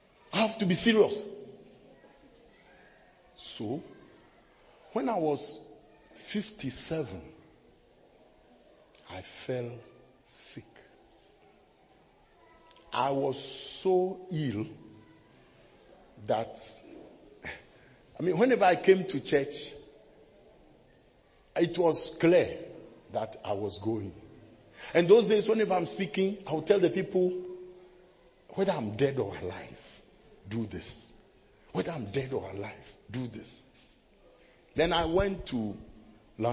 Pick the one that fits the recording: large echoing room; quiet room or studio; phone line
large echoing room